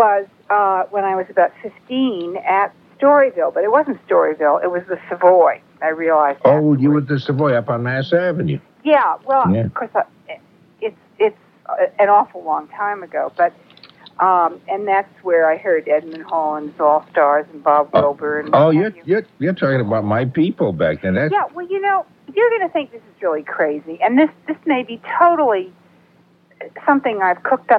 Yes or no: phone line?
yes